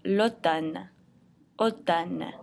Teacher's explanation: you don't hear the M as in Mary sound in this word. Instead, you just hear the N as in Nancy. So even though the M and the N are right next to each other in the spelling of the word, you only hear the N sound, l'automne.